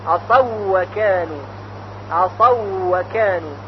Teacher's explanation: اگر واو اول از حروف لینی باشه، لینی که توضیح داده شده یعنی واو ساکن ما قبل مفتوح، ادغام به راحتی انجام میگیره. مثل عصاو و کانو، واو در کلمه عصاو ساکن هست و قبلش فتحه، پس واو واو لینی هست.